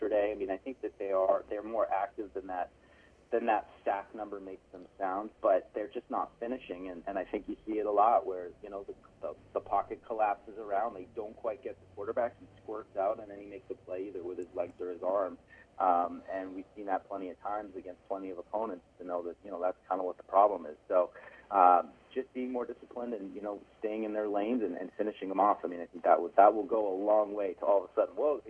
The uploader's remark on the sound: joined on the phone